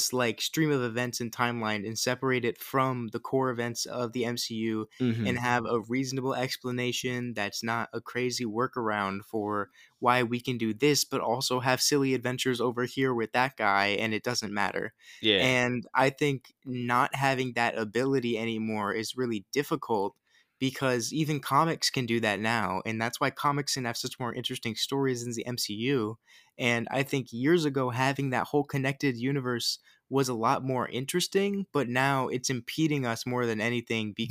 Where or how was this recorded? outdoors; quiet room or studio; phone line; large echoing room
quiet room or studio